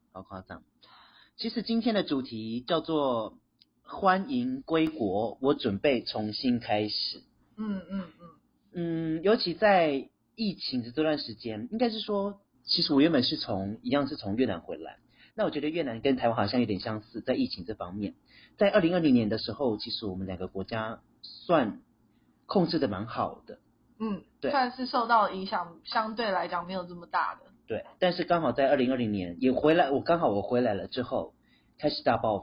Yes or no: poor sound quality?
yes